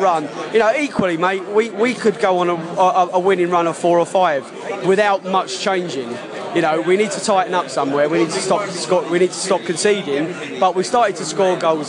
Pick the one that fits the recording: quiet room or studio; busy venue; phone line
busy venue